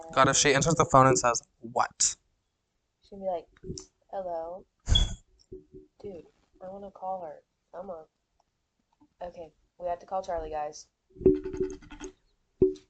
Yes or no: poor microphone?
yes